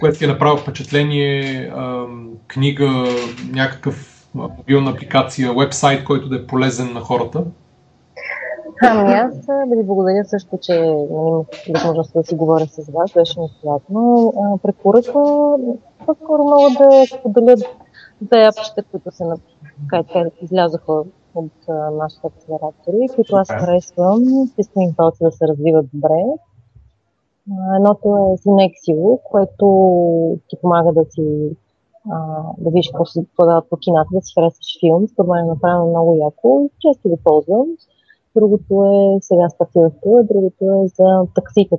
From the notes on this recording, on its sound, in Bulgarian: Поради ред технически провали не се гордеем особено много с качеството на записа